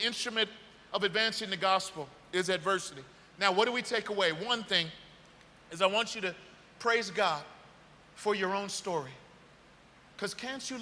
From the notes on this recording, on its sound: This message was delivered on January 1st 2023 at New City Fellowship West End in St. Louis, MO.